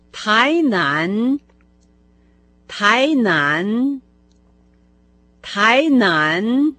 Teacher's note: Оба компонента этого названия произносятся со вторым тоном.